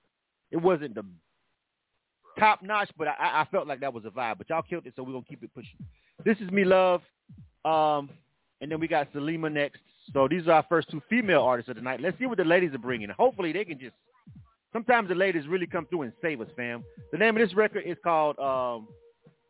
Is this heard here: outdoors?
no